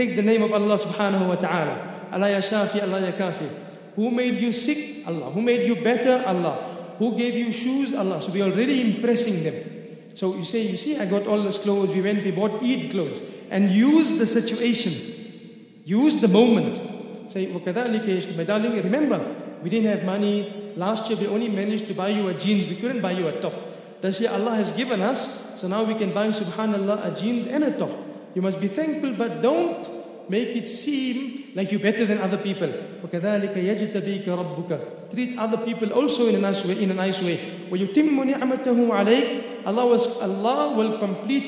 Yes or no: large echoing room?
yes